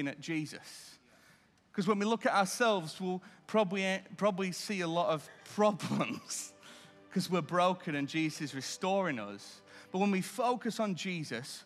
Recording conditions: large echoing room